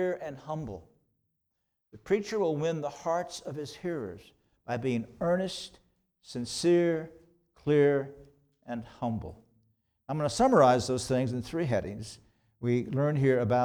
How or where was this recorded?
large echoing room